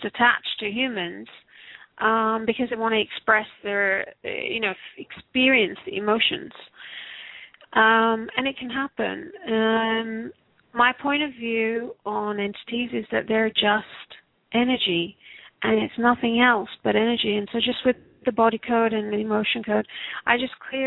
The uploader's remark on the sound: Takes your calls for healing live today!